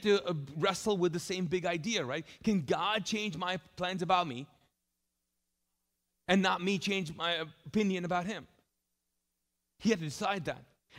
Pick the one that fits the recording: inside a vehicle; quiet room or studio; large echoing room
large echoing room